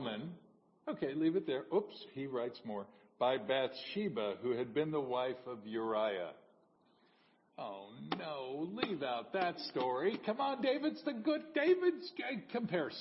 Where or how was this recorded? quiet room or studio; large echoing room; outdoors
large echoing room